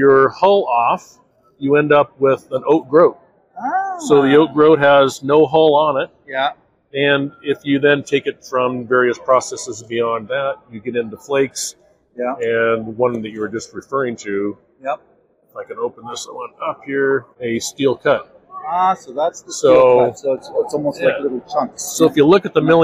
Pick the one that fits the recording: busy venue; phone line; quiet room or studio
busy venue